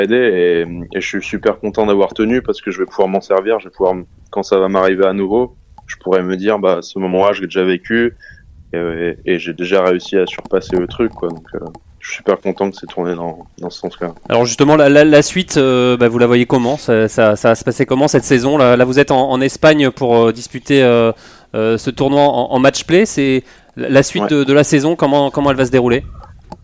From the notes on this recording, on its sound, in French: Est avec nous par téléphone pour débriefer ce premier titre.